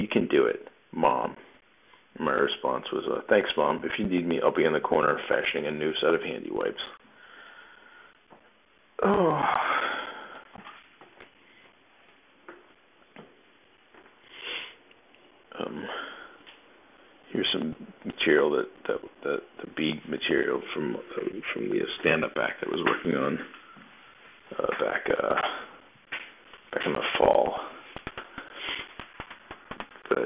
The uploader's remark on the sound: A reasonably ok ep with inexcusable audio quality.